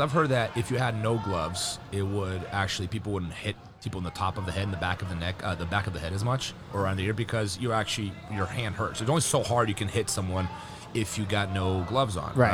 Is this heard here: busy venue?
yes